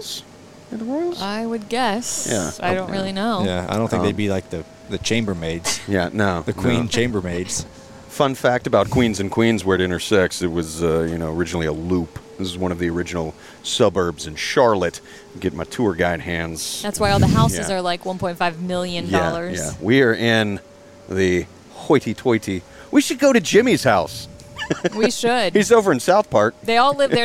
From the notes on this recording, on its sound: Do the show from a 1988 Prevost bus as the crew prepares to head to Darlington for NASCAR's official Throwback Weekend.